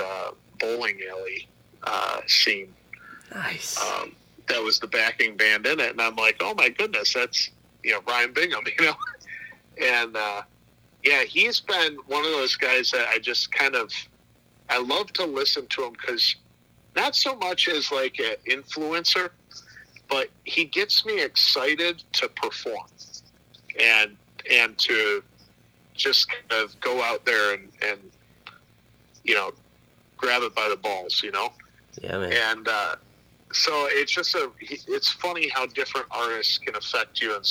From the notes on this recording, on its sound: burns the phone lines up to Buffalo, NY